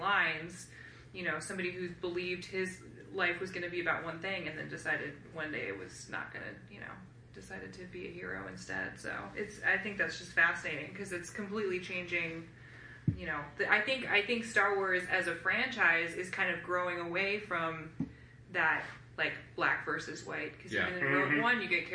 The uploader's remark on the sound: Live from Star Wars Celebration